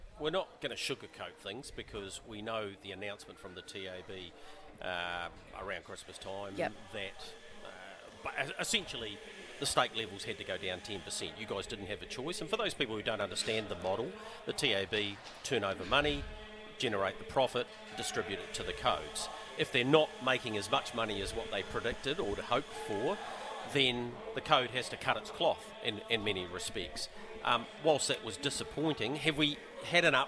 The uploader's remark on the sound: Trots Talk Karaka OB. At the Karaka sales.